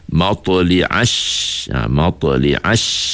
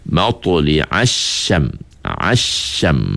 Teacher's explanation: Persoalan yang dibangkitkan ialah pada huruf syin ayat 90 tadi, iaitu satu sifat ataupun satu bunyi yang khusus kepada huruf syin, iaitu dia panggil sifat tafashi, yang angin berhampuran itu, angin kita keluar kata apa, itulah berhampuran matli'ash, matli'ash.